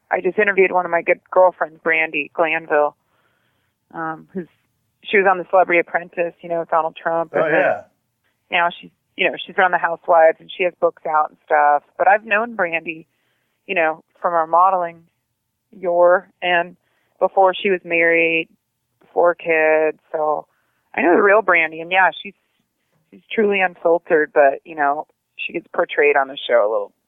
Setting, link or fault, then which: link, phone line